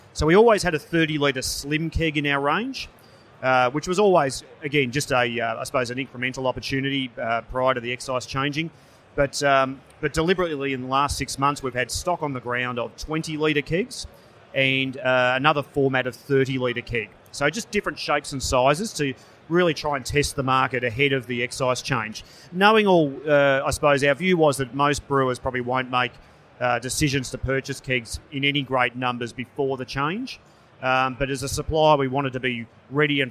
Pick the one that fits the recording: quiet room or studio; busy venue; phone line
busy venue